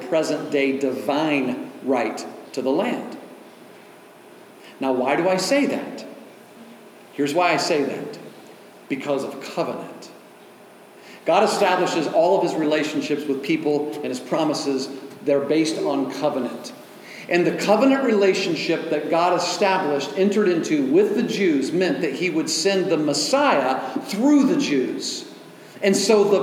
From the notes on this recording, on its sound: delivered at Oasis Church on October 15, 2023